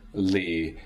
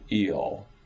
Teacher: Now, it seems to me that, well, if I can skip ahead to the next one below that, which is velarized or pharyngealized, that's the one that we very commonly use on l, because in English we have this contrast between this positional variation between front clear L and back dark L